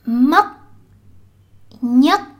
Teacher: In the South, words like these are pronounced with a k instead.